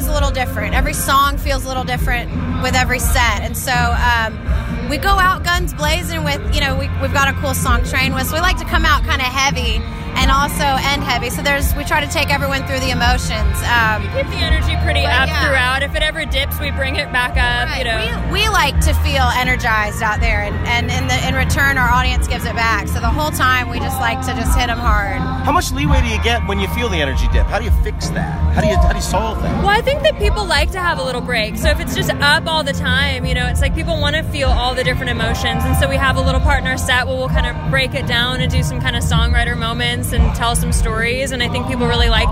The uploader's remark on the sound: Live from Boots & Hearts. Boots & Hearts 2018 clip.